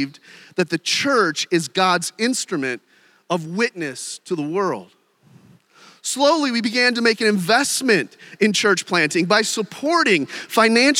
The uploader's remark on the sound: During one of our breakout sessions. The Gathered and Scattered Podcast features keynote and breakout sessions from our annual conference at Redeemer Presbyterian Church in Detroit, MI.